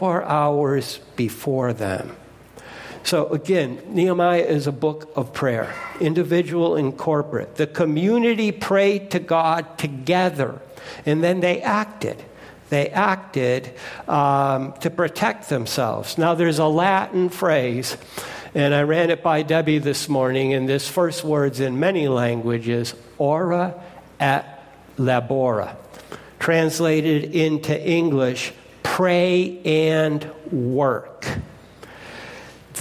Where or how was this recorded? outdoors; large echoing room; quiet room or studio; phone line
large echoing room